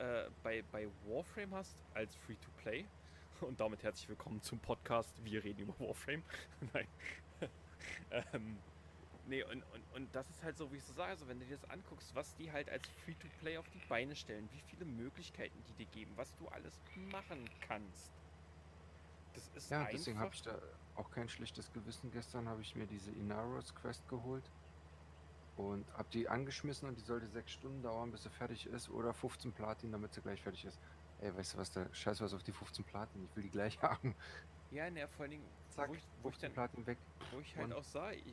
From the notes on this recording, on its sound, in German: Im Hintergrund wurde Farming Simulator gespielt, daher die coolen Sounds.